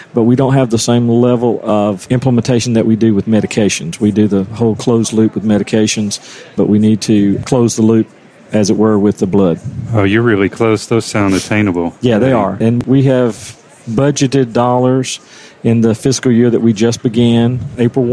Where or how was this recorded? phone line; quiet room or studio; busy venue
busy venue